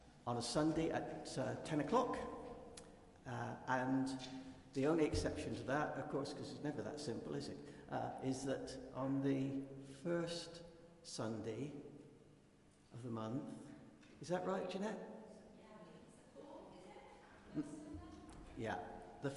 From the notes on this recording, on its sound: Christ Church, Bayston Hill (UK)